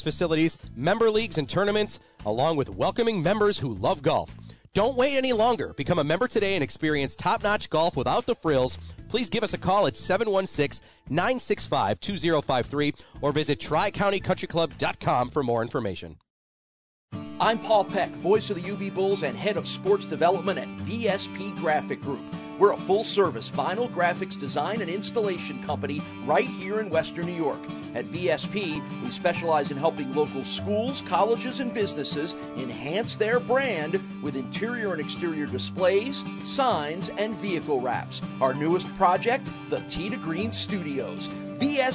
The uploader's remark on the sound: live from Glen Oak Golf Club